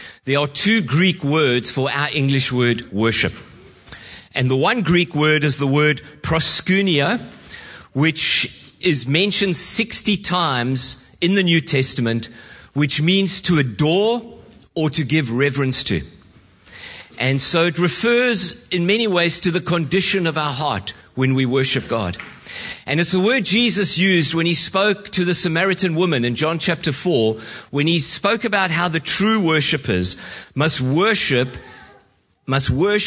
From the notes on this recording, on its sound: Preached at Horsham Downs on 11/06/2023